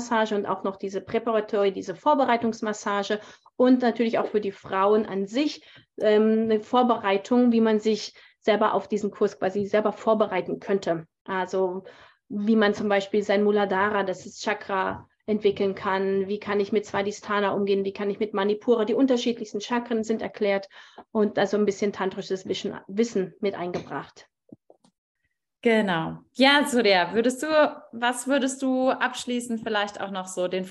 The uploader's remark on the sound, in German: auf Basis eines aufgezeichneten live Zoom Call